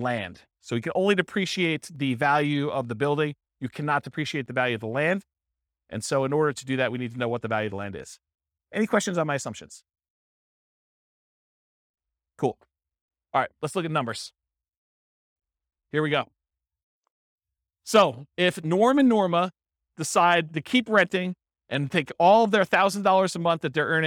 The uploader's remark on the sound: This was a live class recorded